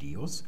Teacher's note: Am Beginn des Wortes haben wir einen Dentallaut, einen D-Laut, der ist stimmhaft im Lateinischen.